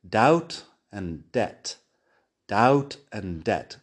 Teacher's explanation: Tienes la D, tienes el sonido de la vocal y tienes la T la B se escribe pero no se pronuncia.